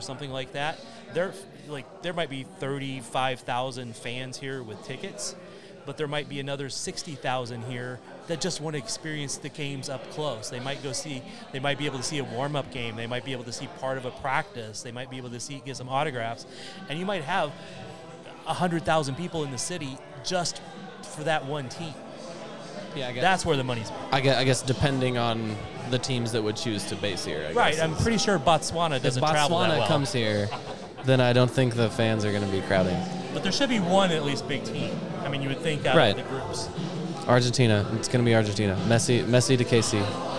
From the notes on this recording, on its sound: We recorded the show just after the final whistle on Saturday from our very first Watch Party at Strange Days Brewing